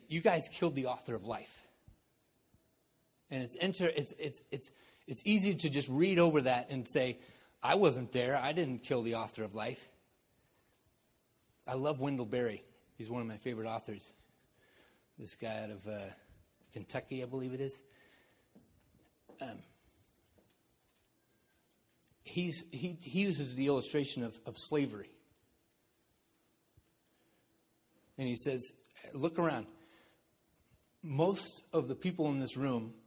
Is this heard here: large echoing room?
yes